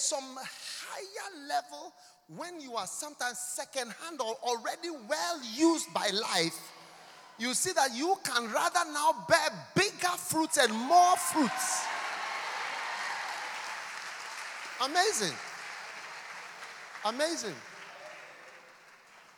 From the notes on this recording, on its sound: Preached at a Healing Jesus Service on the 25th of June in London